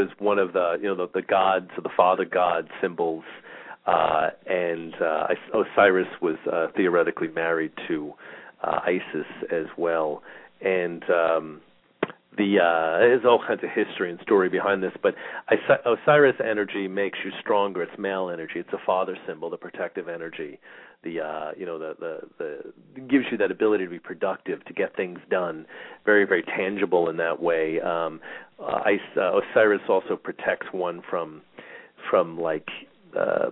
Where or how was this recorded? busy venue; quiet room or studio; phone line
phone line